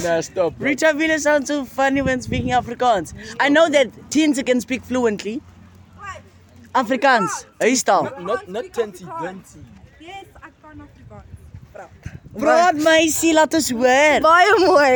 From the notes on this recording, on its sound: nevermind the bad feedback we got from the wind, the mic wasn't with us